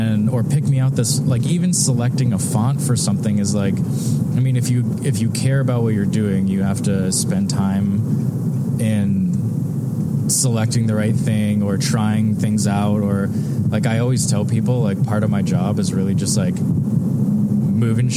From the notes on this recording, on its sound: This chat that I had with the rest of the guys in my band. While we were on the road in December in Canada.